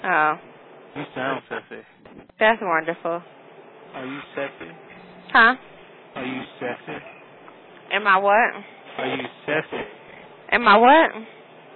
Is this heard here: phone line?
yes